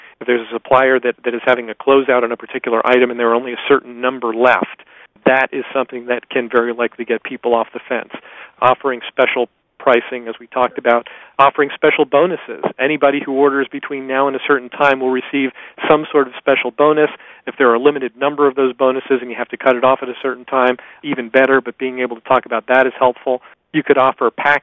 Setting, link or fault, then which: link, phone line